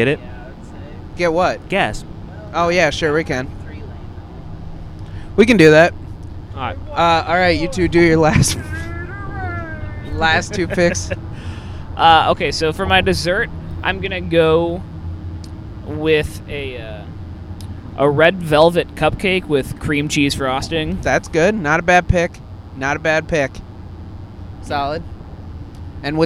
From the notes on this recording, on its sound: We recorded live on the way to Columbus